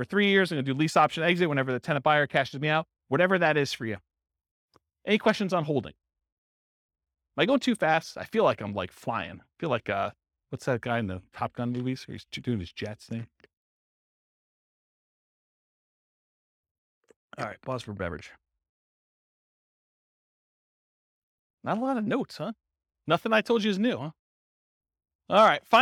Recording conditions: live audience